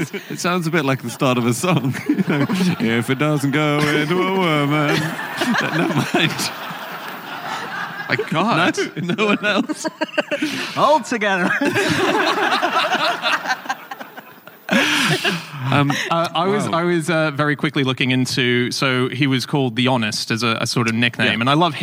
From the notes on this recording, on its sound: Live from the Brighton Comedy Festival